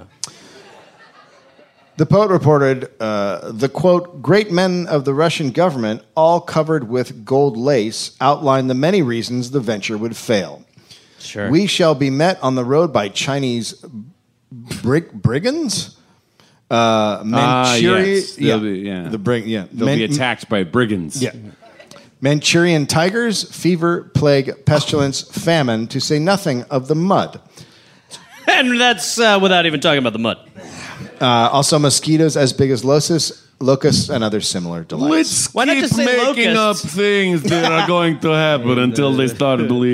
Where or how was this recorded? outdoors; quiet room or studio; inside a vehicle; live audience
live audience